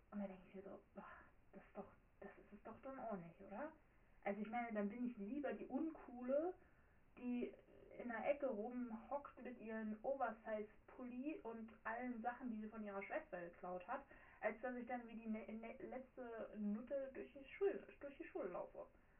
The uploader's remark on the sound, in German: sorry für den Ton